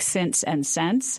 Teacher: the same vowel needs to merge in words like since and sense